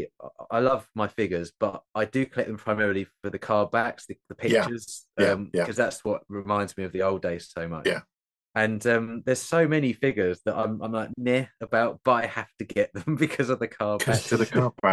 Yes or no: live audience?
no